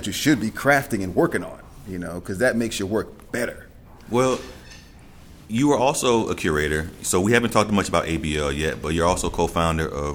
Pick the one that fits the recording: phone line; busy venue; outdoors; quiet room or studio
busy venue